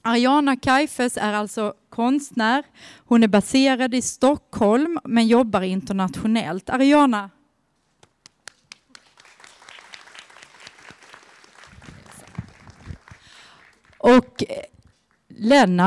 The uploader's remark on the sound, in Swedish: I det här avsnittet får vi lyssna till en inspelning från invigningen. Den 28 september, i strålande höstsol möttes ett åttiotal personer över en mugg soppa för att vara med då ett nytt offentligt konstverk avtäcktes.